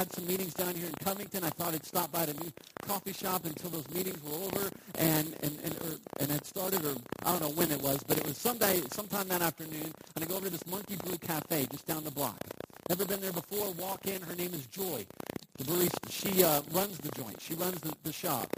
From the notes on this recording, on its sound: We apologize for the poor audio on this week's talk. Technical difficulties...